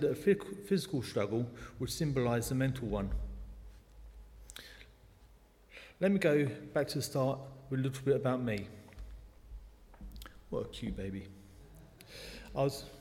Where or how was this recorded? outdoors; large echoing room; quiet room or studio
large echoing room